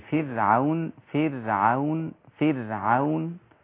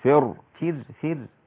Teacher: فر راء رقيقة لأن الفاء قبلها رقيق ومكسورة · Shown in: first take